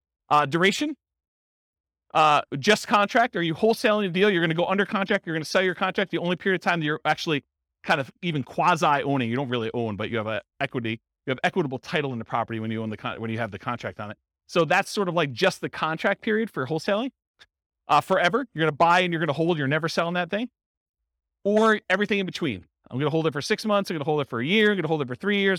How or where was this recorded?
live audience